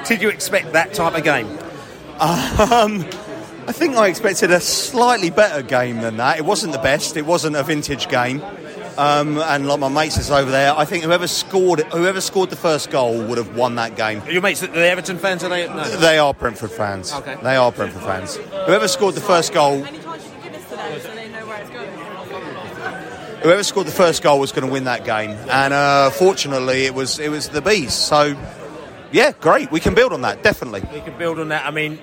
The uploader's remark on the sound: Post-Match Podcast from the Stand and Pub. We spoke to both Brentford and Everton fans in the stands and in the pub after the match.